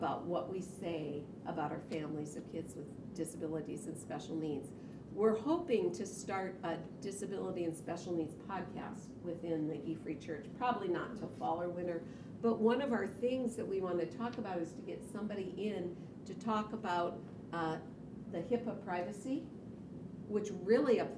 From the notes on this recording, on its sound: This audio comes from the FLD Spring leadership conference in April of 2022.